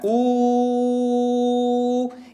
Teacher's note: يرتفع أقصى اللسان، انضمام للشفتين في الواو، لاحظوا الانضمام مع ارتفاع أقصى اللسان